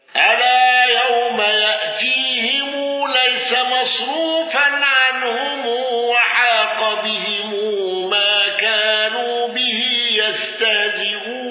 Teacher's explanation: قالون بتوسط المنفصل وسكون ميم الجمع والغنة